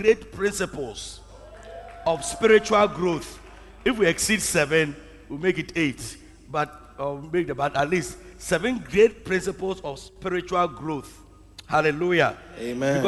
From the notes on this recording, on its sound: Preached at the Truth Cathedral, Loyalty House International. Abbey-Dawhenya.